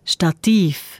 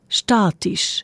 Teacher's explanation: Das sind zwei ganz ähnliche Wörter, die aber unterschiedlich betont werden. Stativ auf der zweiten Silbe, statisch auf der ersten.